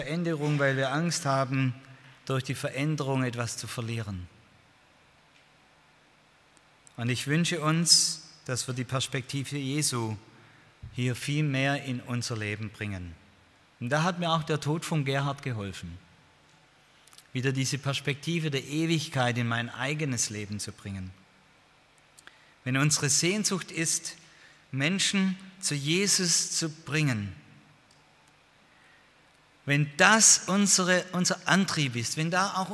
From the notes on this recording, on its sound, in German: Beim Freundestreffen der Liebenzeller Mission.